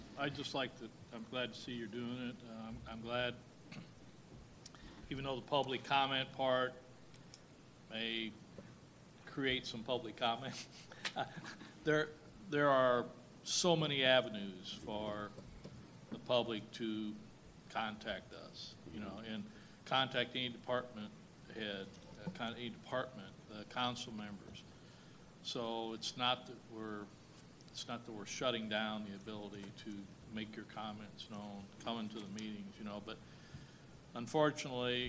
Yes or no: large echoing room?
yes